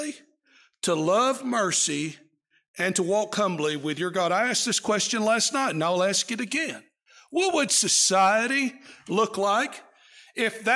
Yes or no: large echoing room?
yes